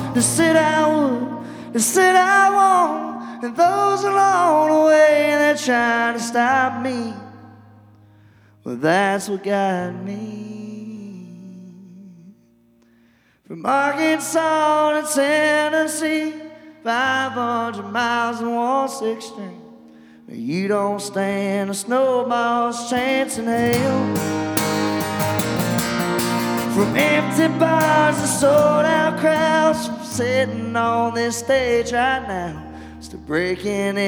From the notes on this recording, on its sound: Rounds At Live Oak In Nashville.